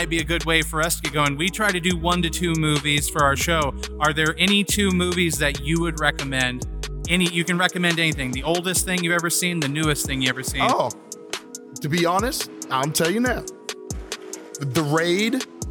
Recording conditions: busy venue